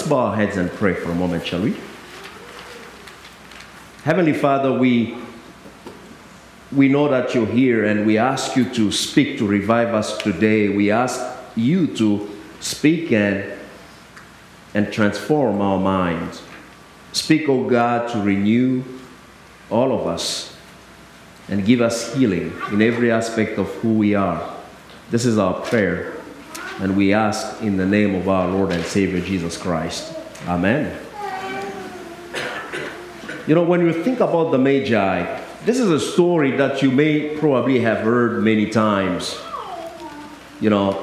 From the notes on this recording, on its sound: I delivered on December 23rd at both United Methodist Churches in Harris and Lake Park